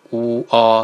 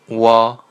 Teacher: 慢读呢就是“呜，啊”，是吧？快读呢“哇”就可以了